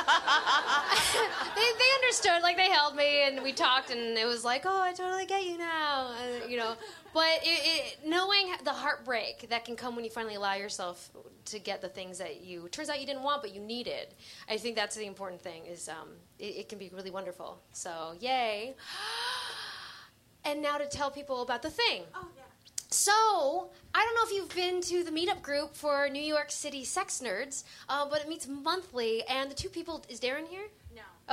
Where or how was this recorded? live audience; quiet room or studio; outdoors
live audience